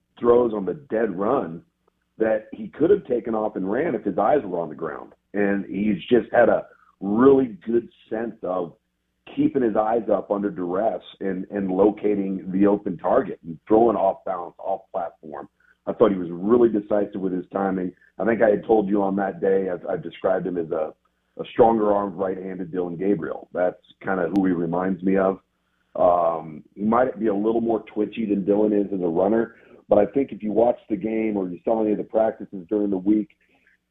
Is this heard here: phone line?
yes